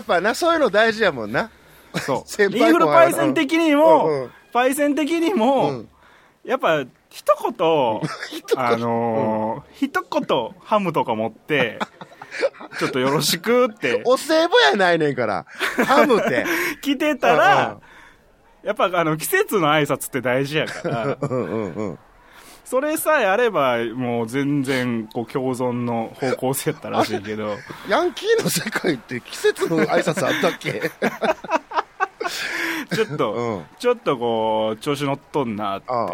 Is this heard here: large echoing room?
no